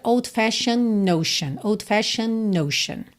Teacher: como a gente tem o N antes do E e outro N já na próxima palavra, a gente acaba juntando no N e ignora o D. Então fica old-fashioned notion, tá? · E o D pode ou não ser pronunciado, a depender de uma série de coisas, mas aqui, como a gente tem o N antes do E e outro N já na próxima palavra, a gente acaba juntando no N e ignora o D.